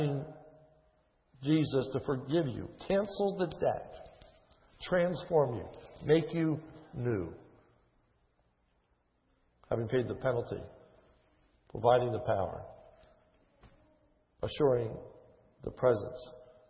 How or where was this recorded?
large echoing room